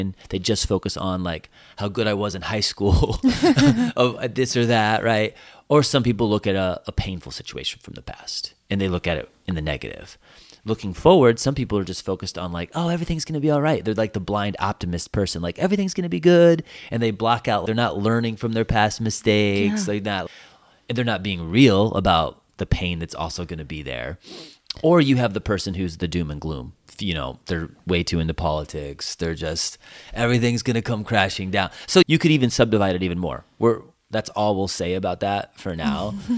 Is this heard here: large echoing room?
no